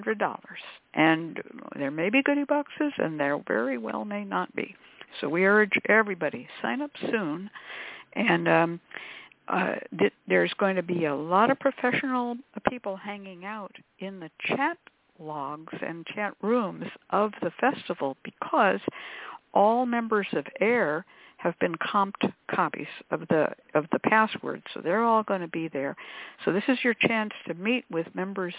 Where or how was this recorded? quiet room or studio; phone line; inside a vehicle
phone line